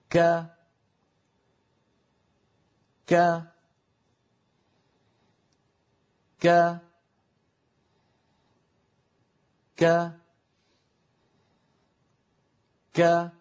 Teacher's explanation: الصوت يكون محبوسا ثم ينطلق، وكذلك النفس، لكن النفس ضعيف · في شيء من الهمس ولكنه همس لطيف ليس فيه مبالغة ولا هو مبتور · Term: كاف مفتوحة